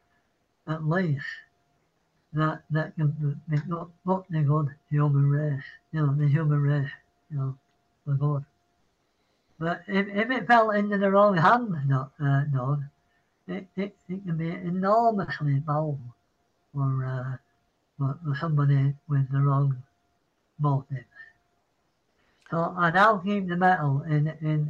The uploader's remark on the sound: Zooms in from England. Pardon the audio.